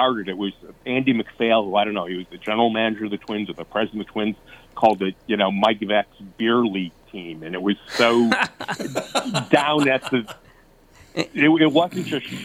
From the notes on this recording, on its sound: over the phone